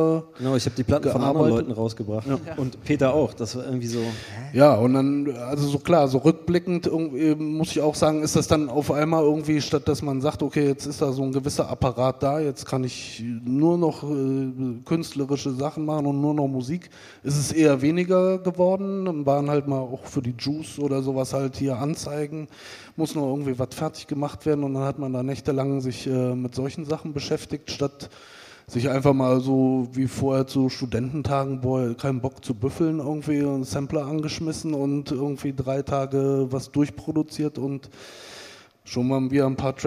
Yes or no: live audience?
yes